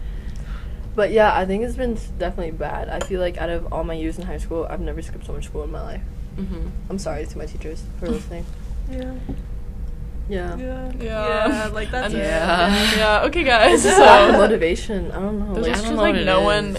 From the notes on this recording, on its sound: We apologize for the interview's background noise.